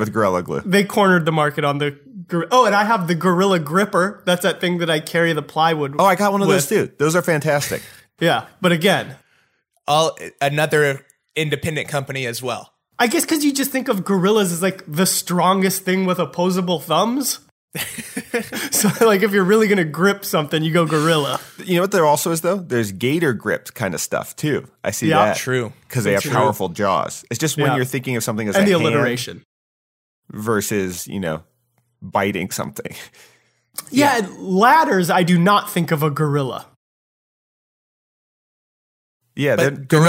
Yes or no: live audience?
no